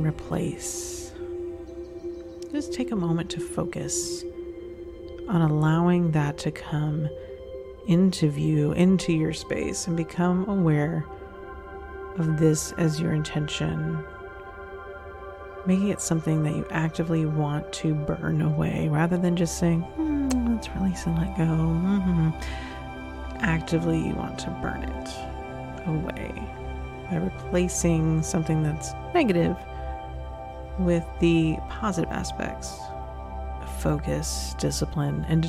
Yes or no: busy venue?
no